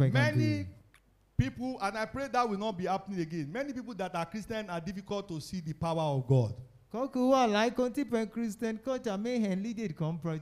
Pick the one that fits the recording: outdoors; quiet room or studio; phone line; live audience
live audience